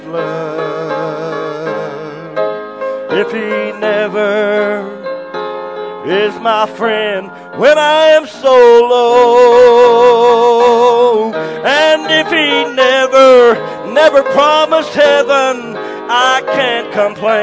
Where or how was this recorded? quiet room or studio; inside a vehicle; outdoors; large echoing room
large echoing room